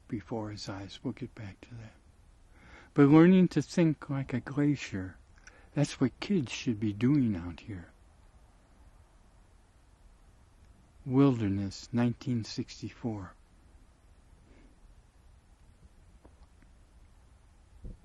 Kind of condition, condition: setting, outdoors